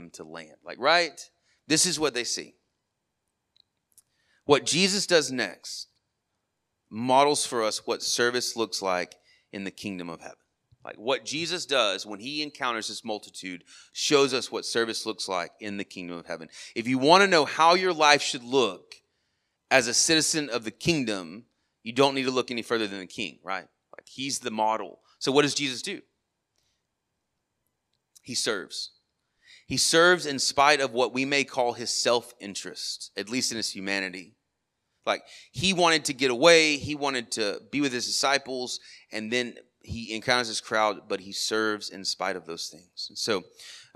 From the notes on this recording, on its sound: Sermon audio from our morning service on 8/6/23